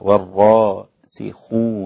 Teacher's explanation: بعده في الحرف الذي بعده يعني كلمة مثلا والراسخون في العلم لابد أن أظهر الراء بتفخمها بفتحتها والراء والسين منفصلة والراسخون هكذا حتى لا يكون الحروف متداخلة في بعض بارك الله